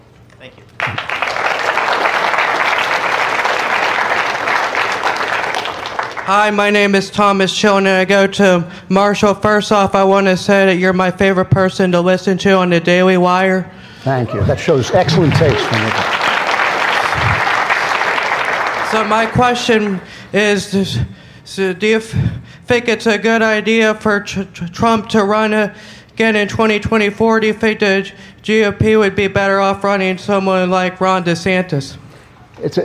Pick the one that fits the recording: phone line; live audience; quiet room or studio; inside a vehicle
live audience